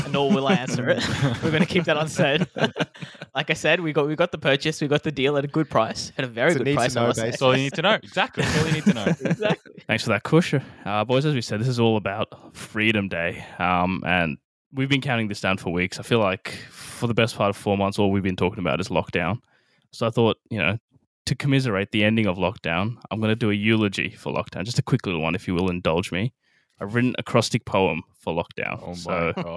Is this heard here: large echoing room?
no